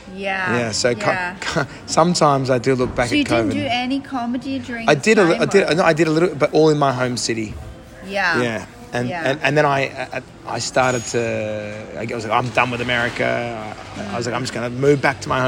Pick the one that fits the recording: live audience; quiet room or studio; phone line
live audience